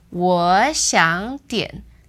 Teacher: the first two become second tone, and the third word stays the third tone.